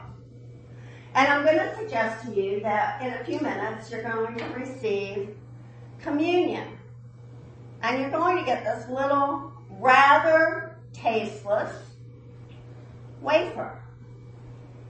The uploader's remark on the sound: at the 9AM service